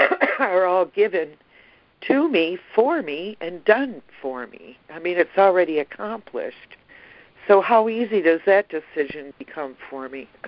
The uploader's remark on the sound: ACIM Daily Conference Call.